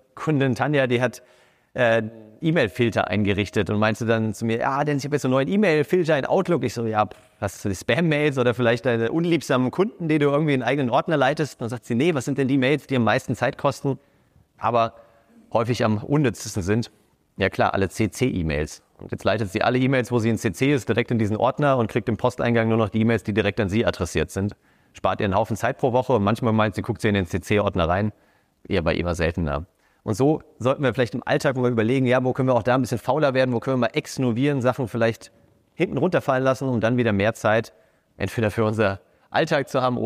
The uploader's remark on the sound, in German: Diese Episode entstand bei unserem Sidepreneur Meetup München in der wunderbaren Eventlocation pawrti. Diese Episode entstand bei unserem Sidepreneur Meetup München in der wunderbaren Eventlocation pawrti.